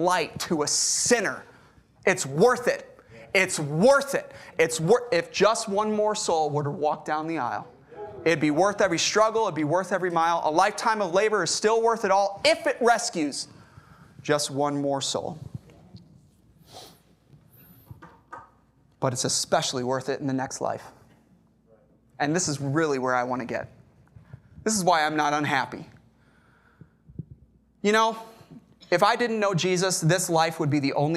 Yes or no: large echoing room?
yes